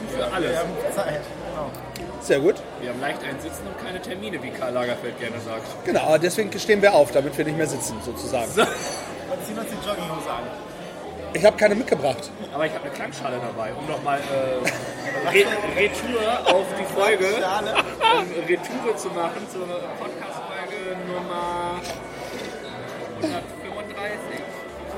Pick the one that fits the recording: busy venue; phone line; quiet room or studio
busy venue